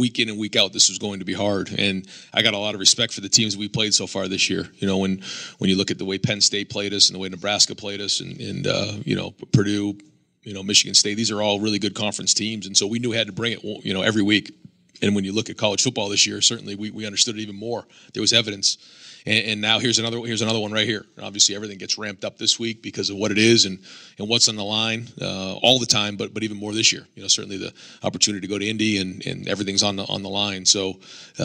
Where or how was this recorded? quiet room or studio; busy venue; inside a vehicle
busy venue